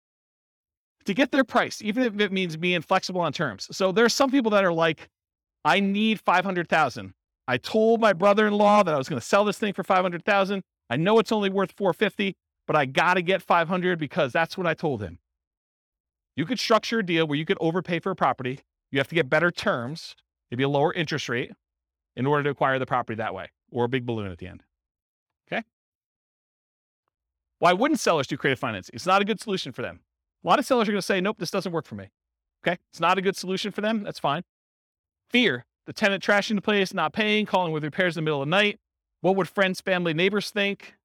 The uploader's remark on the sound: This was a live class recorded